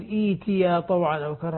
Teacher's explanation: فقال لها الأرض ائتيا طبعا عندها ورش بالهمزة، الهمزة الساكنة تبدل ياء هنا، وإذا بدأنا بها يقول إيتيا طوعا أو كرها عند البدء بصير همزتين، الهمزة الأولى مكسورة والثانية ساكنة تبدل الساكنة حرف مد من جنس ما قبلها